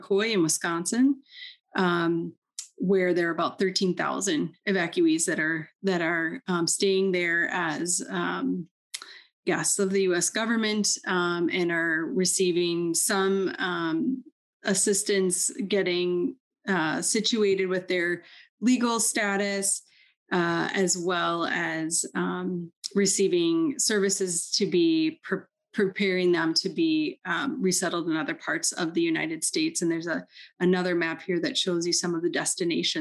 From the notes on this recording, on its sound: This episode was previously recorded as a virtual event.